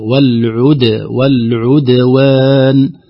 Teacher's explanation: نقول لا، انتبه، العين مضمومة فالشفتان مضمومة لضمة العين، أرجع الشفتين مرة ثانية عند النطق بقلقلة الدال حتى تخرج الدال خالصة من الضم مقلقلة ساكنة. والعد والعدوان، وخاصة أن بعدها واو كذلك ستضم الشفتين في الواو فتحتاج إلى عناية.